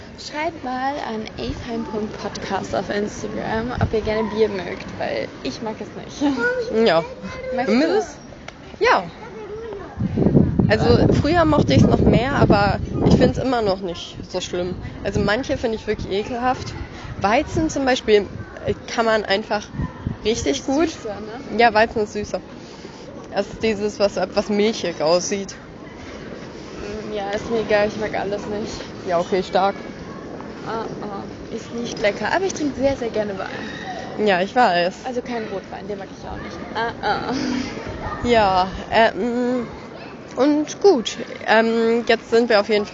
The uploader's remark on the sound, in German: Die letzte Etappe ist auf dem Weg zum Restaurant vor dem Abendbrot. Die Tonqualität ist leider entsprechend der nicht so ruhigen Umgebung nicht so top.